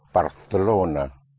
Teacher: the C in front of an E or I is pronounced like a TH in English · Term: Castilian Spanish